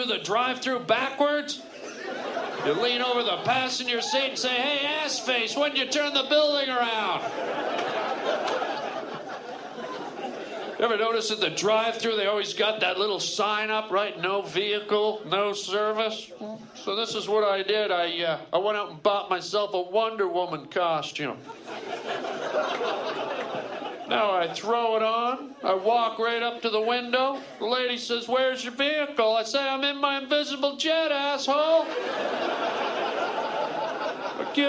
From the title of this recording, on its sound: LIVE STAND UP